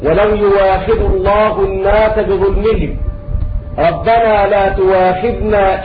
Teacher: ومعنى هذا امنع الخلاف في كلمة يؤاخذ، وكلمة يؤاخذ وقعت الهمزة مفتوحة بعد ضم هي تبدل واو خالصة عند ورش من طريق الأزرق